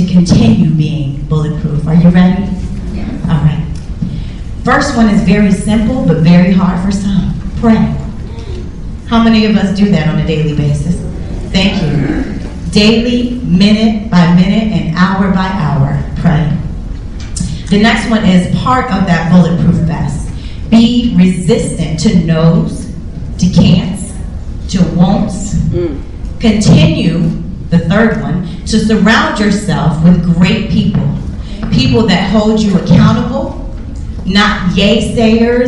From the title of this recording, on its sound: LIVE Coverage of EntrepreNewHER Women Networking Event Atlanta